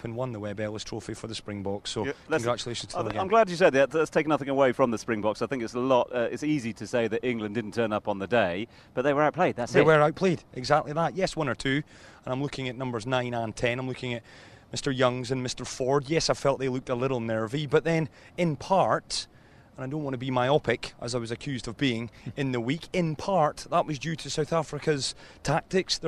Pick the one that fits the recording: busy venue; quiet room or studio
busy venue